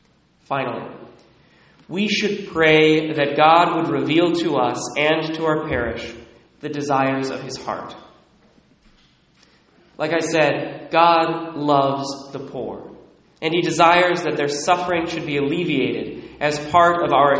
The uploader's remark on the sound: Recorded at Immaculate Heart of Mary, Sedro-Woolley, WA (11:15am)